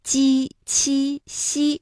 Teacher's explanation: 舌面的前部和硬腭前部接触或者是接近，构成了阻碍 · Term: 声母